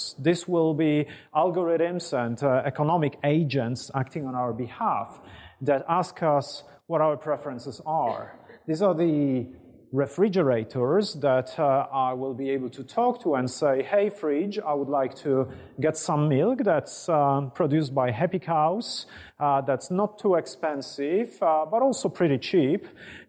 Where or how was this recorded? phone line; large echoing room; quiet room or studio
large echoing room